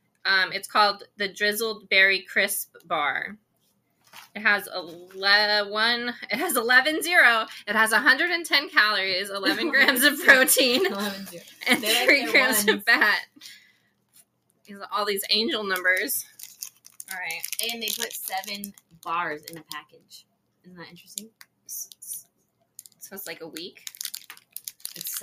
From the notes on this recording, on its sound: Record together in the same room for the first time. Just a head's up there is a lot of crinkling/opening packaging noises.